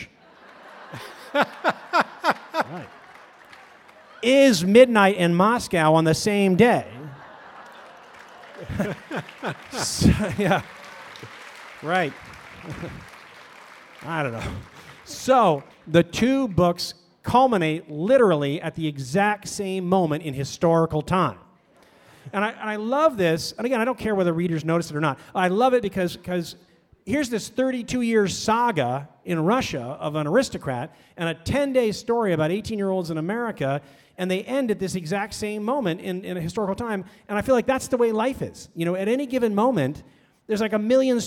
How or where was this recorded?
live audience